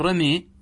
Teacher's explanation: الإمالة عبارة عن أن ينحى بالفتحة نحو الكسرة